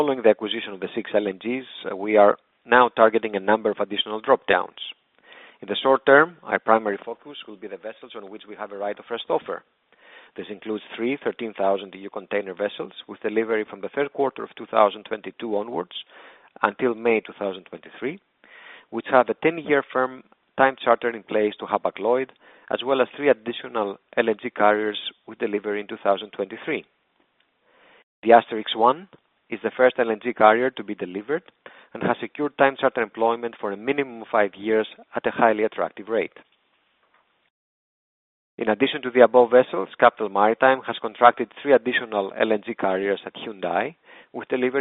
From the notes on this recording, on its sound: during the Company's Q1 '22 Earnings Conference Call